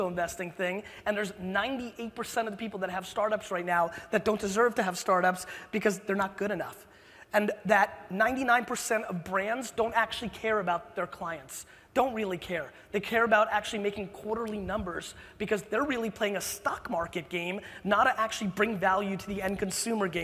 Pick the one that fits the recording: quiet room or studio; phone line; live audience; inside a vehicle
live audience